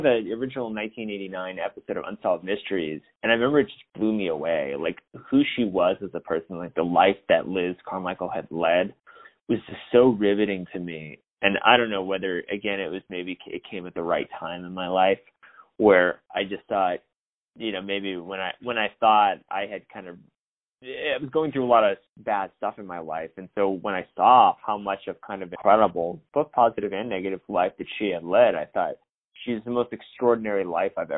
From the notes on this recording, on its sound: On the phone